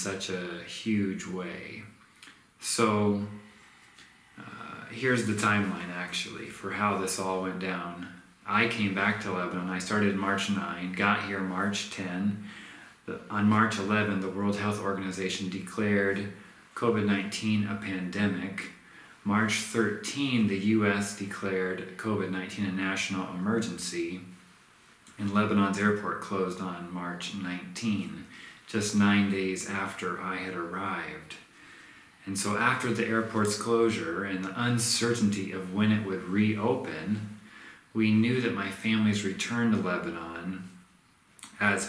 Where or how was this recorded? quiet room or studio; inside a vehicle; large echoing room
large echoing room